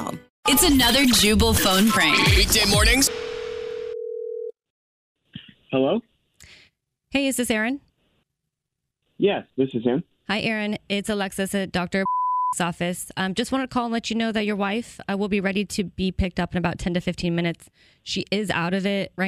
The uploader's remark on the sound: Phone Prank